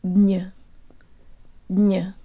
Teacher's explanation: The ya in the last syllable sounds like a schwa.